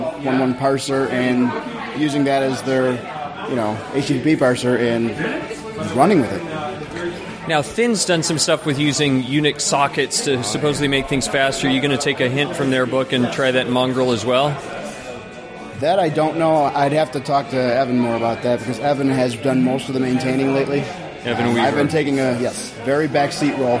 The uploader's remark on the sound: From the RubyFringe conference in Toronto.